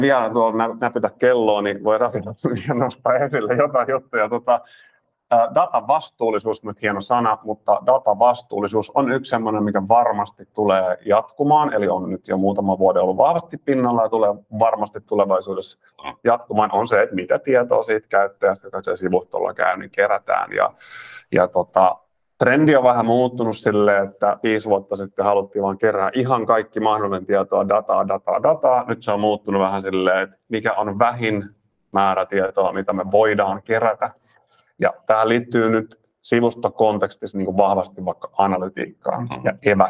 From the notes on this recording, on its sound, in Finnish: Tämä on äänitallenne Lianan webinaarista.